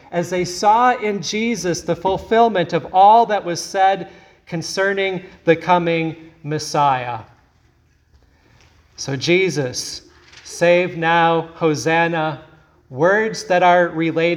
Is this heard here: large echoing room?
yes